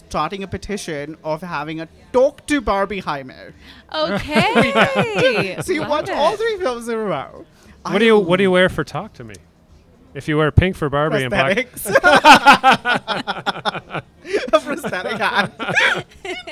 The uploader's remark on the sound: LIVE from Odd Duck Wine and Provisions. The newly opened Odd Duck Wine and Provisions restaurant and bottle shop in Downtown Kitchener.